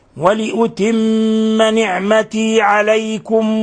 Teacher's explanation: هنا ميم مشددة فتعطى غنة مقدار حركتين، ولأتم، ولا بد من إطباق الشفتين والضغط عليهما بشدة وإظهار غنة من الخشوم